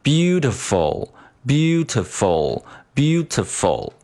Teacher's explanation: 问题，我们再来看音高的问题。那在这儿音高指的是英文中的这个 pitch 这个概念，不是我们英文中文所说的这个语调，比如说一声、二声。那这个呢，是音高的一个变化过程。我在这儿说的是音高，指的是你这个音发的是哆，还是说发的是咪，对吧？它的音高是不一样的。那在我们这个单词里面呢重音音阶，我们要把它的音高给升高抬高；非重音音阶，我们要把它的音调给啊，音高给降低。所以说我们对 beautiful 这个单词来说，那 beau 是一个重读音阶，所以说我们把它音调抬高变成 beau，然后呢，t-fall 逐渐落下来，t 落下来一点，然后 fall 再落下来一点，那这样就形成了一个先高再低，然后再更低的这么一个形式哈 · IPA: /ˈbjuː.t̬ə.fəl/